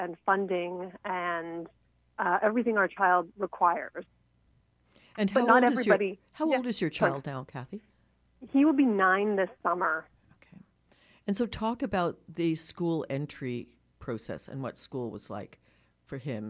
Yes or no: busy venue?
no